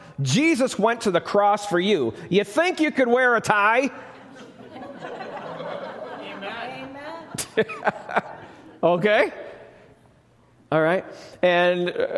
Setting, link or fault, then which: setting, live audience